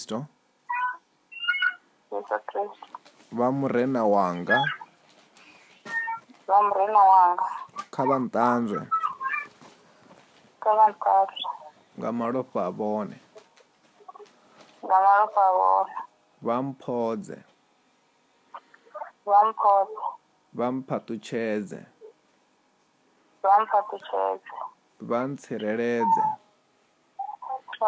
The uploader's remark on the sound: healing over the phone